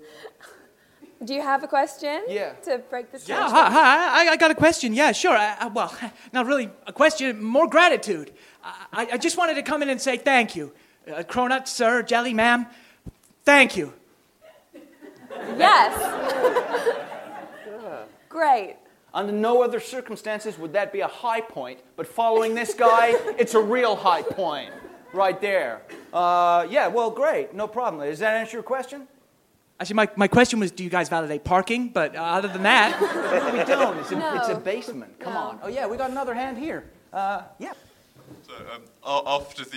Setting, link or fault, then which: setting, live audience